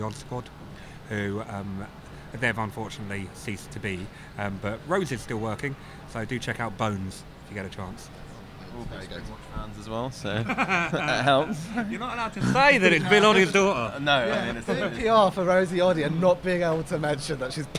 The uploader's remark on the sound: Old Country presents Bloody Awful Poetry in all its glory at the Old Queen's Head in Islington.